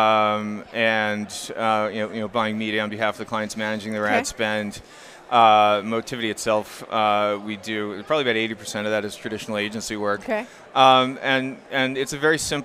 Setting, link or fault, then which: setting, busy venue